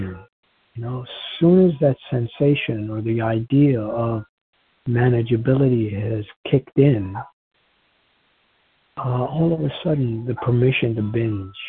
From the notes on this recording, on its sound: from the 100 Pounders Phone Meeting, 9/28/23